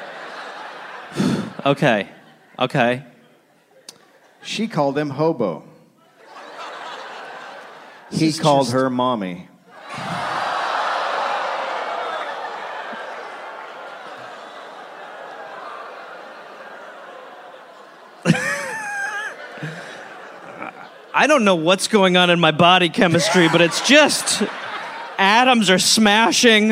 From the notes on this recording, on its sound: Recorded live in Chicago.